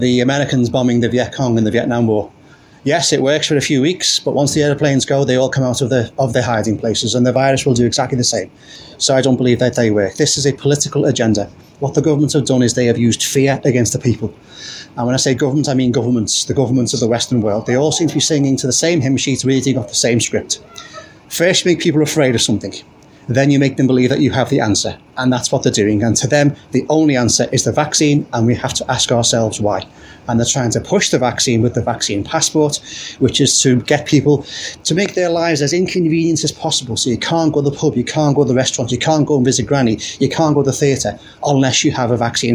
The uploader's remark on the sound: Each Sunday morning I take part in "A Stand in the Park" in a nearby town here in Lancashire. In the form of an "audio diary". Just to give a sense of the atmosphere of the Stands. My gracious friends at the Stand, who kindly agreed to speak for this recording.